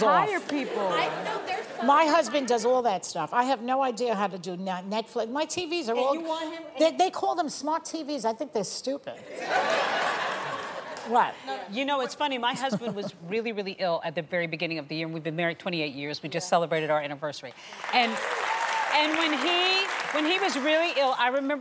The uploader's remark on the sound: The Co-Hosts Answer Studio Audience Questions!